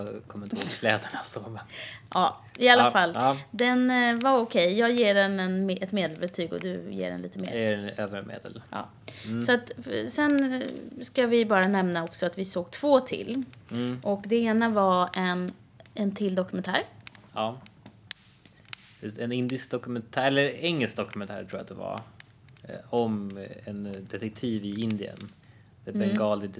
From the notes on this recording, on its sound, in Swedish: Brasan knastrar i bakgrunden